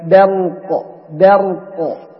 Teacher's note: فلا يفخم الباء لمجاورته للراء، فيقول الإنسان برق برق، ولا يقول برق، يرقف الجميع، لكن برق برق. الباء مرقق والراء مفخم